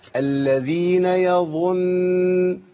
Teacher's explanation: النون الاولى ساكنه وفيها زمن الغنه